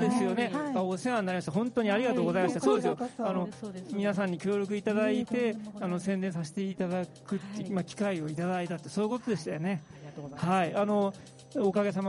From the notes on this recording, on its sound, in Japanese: サイエンスアゴラ2022 会場収録版。サイエンスアゴラ2022 会場収録版。